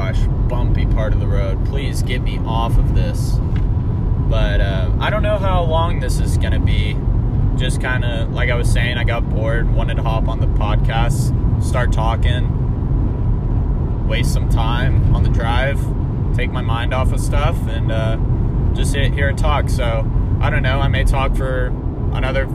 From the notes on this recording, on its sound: Road trip to Oklahoma. Record a podcast for the fans since he got bored in the car and had no one to talk to.